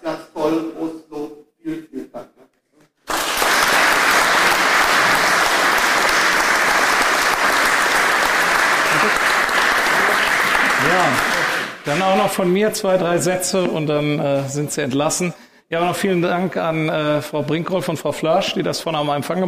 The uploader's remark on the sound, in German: Live auf der Eröffnung der Belfor DeHaDe Filiale in Frankenthal